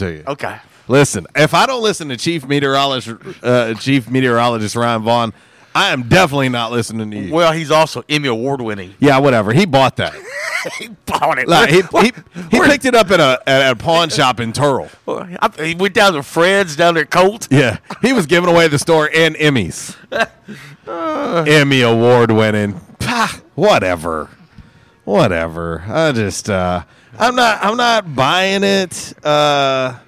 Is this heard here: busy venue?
yes